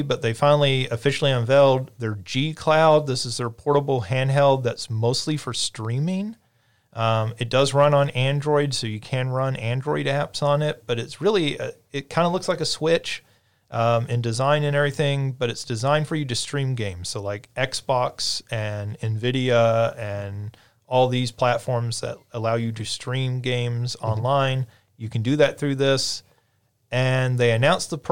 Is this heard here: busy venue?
no